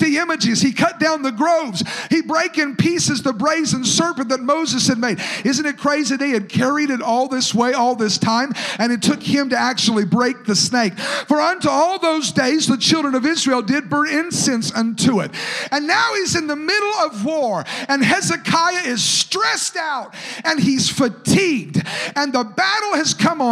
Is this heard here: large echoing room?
yes